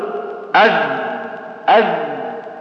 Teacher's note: الذال حرف مجهور حرف رخو